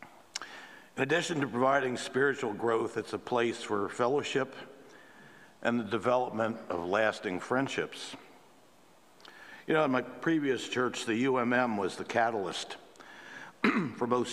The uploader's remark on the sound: at the 9:00 am Traditional Service